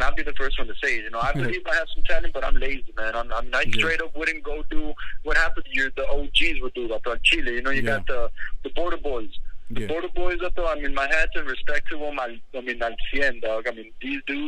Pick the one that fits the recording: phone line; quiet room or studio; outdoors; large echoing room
phone line